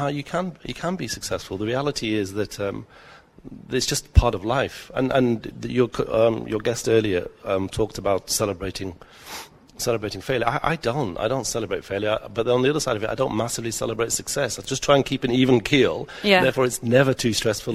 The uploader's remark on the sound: Live at Etisalat Hub. Live from the Etisalat Hello Business Hub.